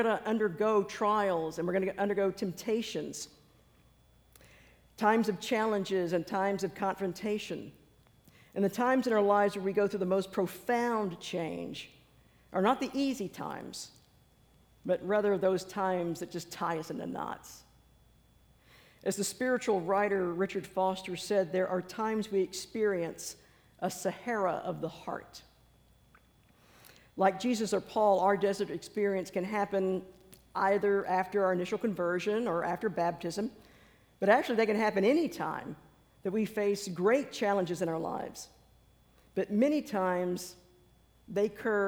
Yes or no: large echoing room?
yes